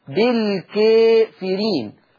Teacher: عندنا على سبيل المثال لو تابعنا أيضا المقلل لورش قولا واحدا في الآية 19 بالكافرين، بالكافرين ما يجدهاش فتحة كاملة، ما يقولش بالكاء، لا هنميل الفتحة شوية